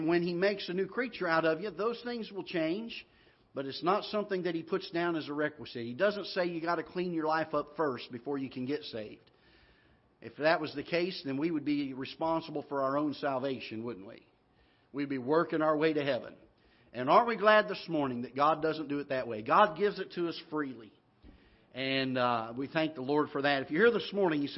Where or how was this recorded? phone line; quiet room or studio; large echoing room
large echoing room